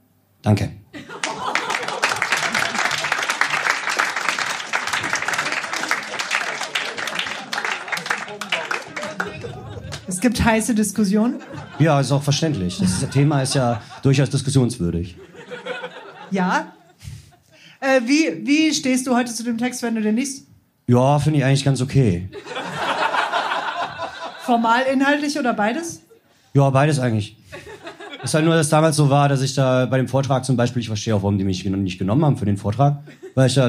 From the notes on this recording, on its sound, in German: Hört Ihr einige Beiträge von unserer Show vom 06.07.2023 im Baergarten des Revier Südost. Heißen Dank an den Baergarten des Revier Südost, unser tolles Publikum.